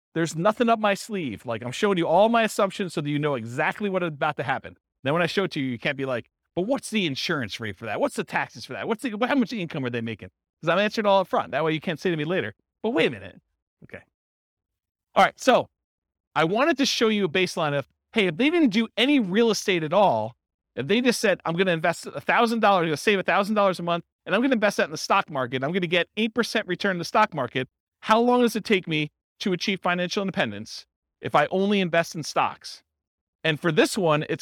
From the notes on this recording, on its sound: This was a live class recorded